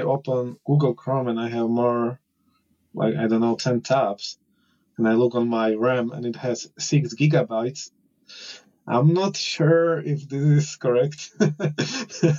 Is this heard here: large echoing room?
no